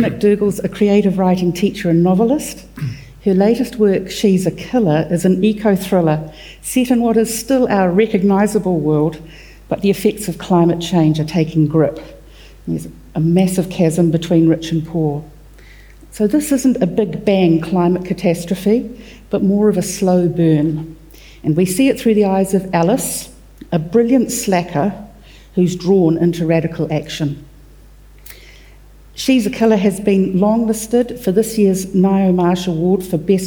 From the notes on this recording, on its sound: recorded during the 2022 Marlborough Book Festival